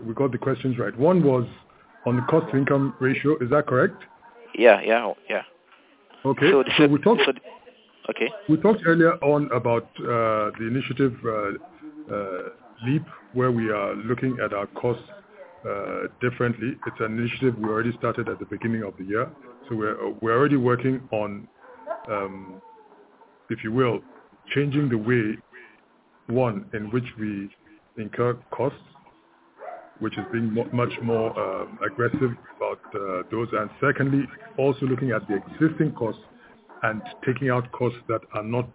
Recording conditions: phone line